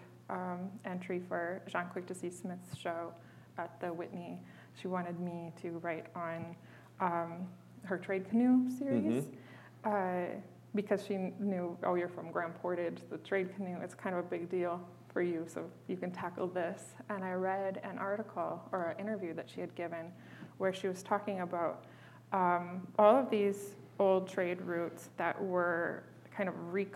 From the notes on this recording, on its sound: This very special episode of Broken Boxes Podcast marked our first ever conversation in front of a live studio audience. As part of the University of Michigan Museum of Art’s Memory & Monuments program. We would like to especially thank the students of the Native American Student Association at the University of Michigan, who welcomed Broken Boxes and the artists and helped make this live audience recording a wonderful experience.